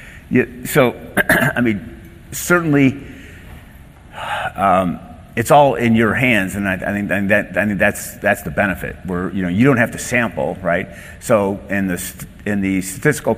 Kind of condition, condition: setting, live audience